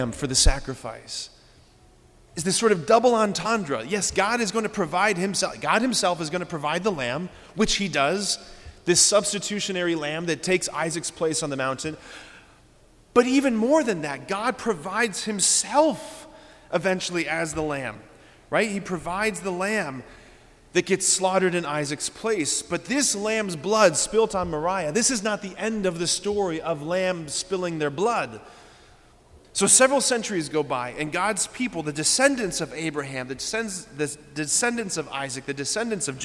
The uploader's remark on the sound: preached this homily on March 3, 2024 at Sacred Heart of Jesus Catholic Church in Wadsworth, OH.